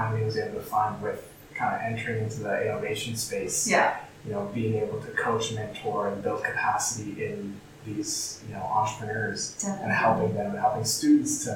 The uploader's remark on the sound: Background noise